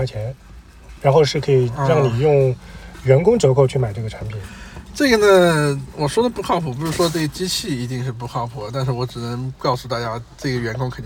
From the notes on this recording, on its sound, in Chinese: 这期开荒播客是在路边的车厢录制，恰逢咽炎鼻炎，可能收听体验不太好。